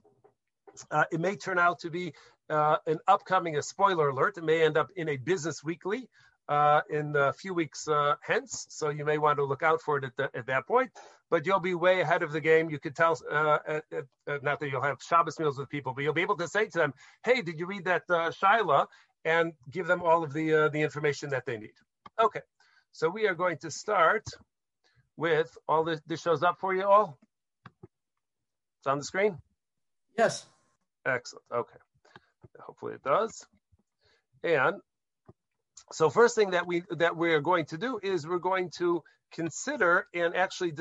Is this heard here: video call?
yes